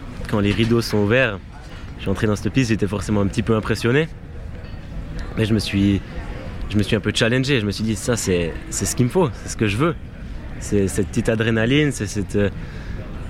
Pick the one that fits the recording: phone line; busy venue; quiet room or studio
busy venue